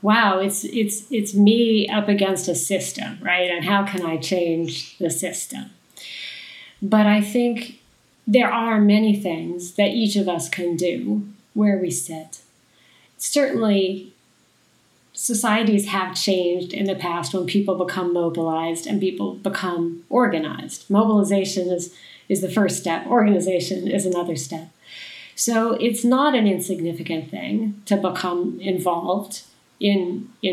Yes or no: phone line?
no